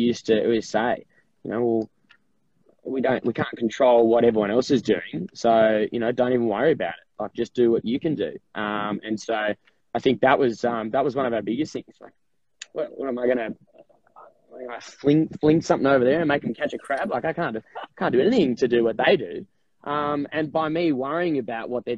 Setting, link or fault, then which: link, video call